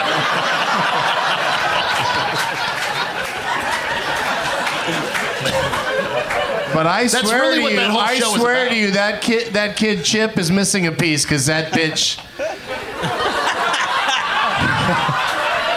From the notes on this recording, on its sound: Live from the Cap City Comedy Club in Austin